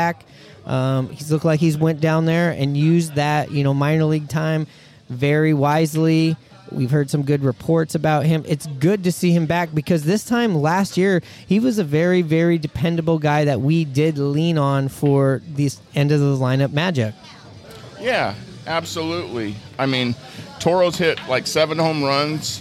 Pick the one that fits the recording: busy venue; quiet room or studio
busy venue